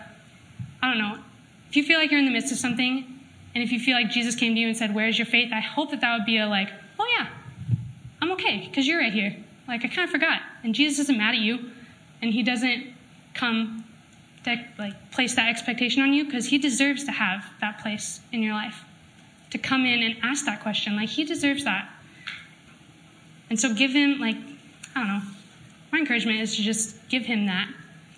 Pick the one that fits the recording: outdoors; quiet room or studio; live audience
live audience